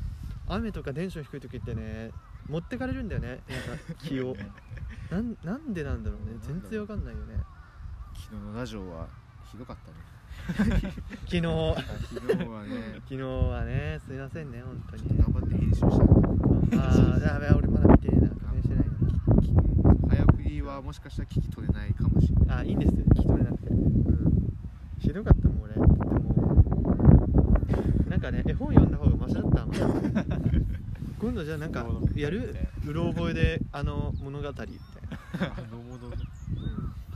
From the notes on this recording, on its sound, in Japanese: 目の前にシャボン玉が出没。風の音で音声が聞きとりにくい関係上BGMはありません。Anchor←このアプリで収録してます。